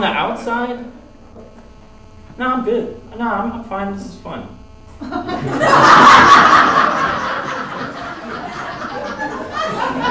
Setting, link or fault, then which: setting, live audience